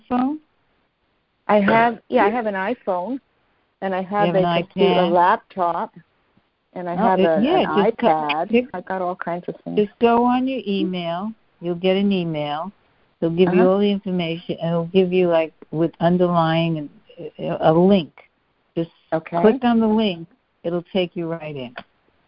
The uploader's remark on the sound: A Course in Miracles [ACIM] Students are joining together on a Free Conference Call to study A Course of Love [ACOL], scribed by Mari Perron, First Receiver.